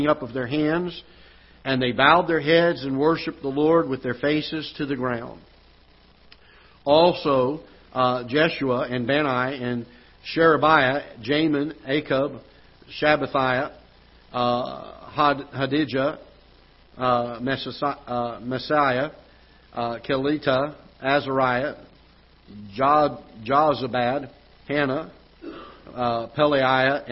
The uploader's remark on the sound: Ketha Heights Baptist Church ~ Live Broadcast